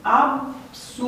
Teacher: Da, vocalizante, vocale. Deci nu poate sta accentul pe vi, va sta pe sur.